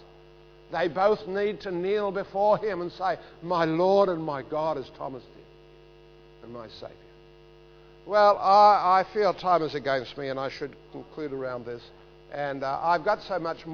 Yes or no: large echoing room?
yes